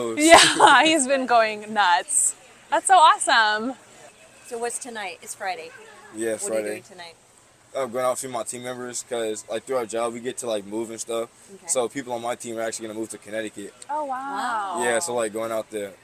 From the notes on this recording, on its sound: a Friday afternoon trip to Costco